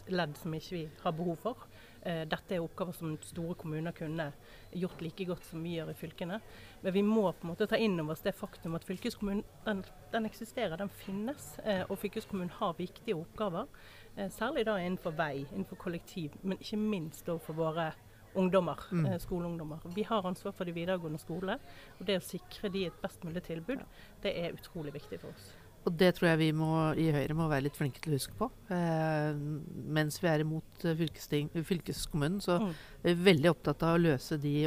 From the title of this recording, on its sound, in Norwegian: Live fra Høyres Landsmøte 2022